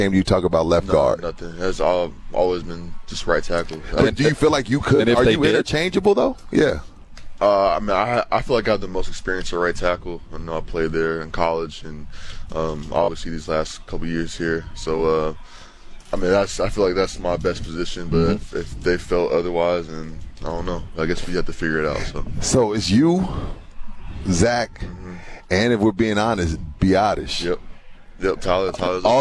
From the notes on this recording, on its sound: Live from Dallas Cowboys Training Camp. Live from Dallas Cowboys Training Camp.